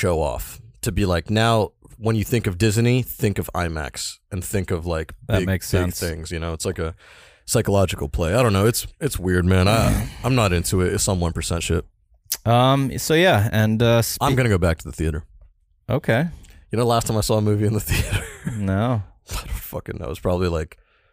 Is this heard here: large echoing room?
no